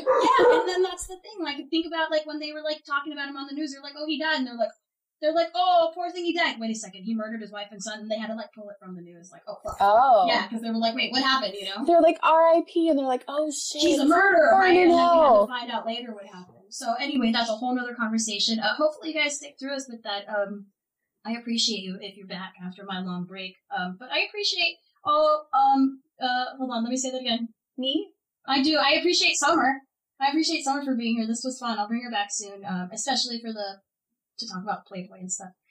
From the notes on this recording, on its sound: Please accept our apologies for the audio quality of this episode! One of our microphones malfunctioned in the beginning of the recording.